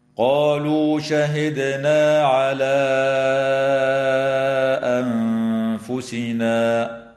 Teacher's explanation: وتمد ألف الإشارة في كلمة على حال الوصل بمقدار 4 أو 5 حركات من قبيل المد المنفصل